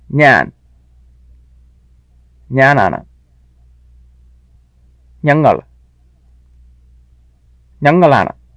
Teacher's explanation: Make sure to speak the resulting sentences as single units, that is, with no pause before the Anna.